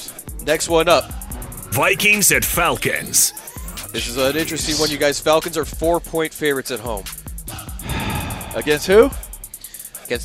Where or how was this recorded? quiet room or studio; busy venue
busy venue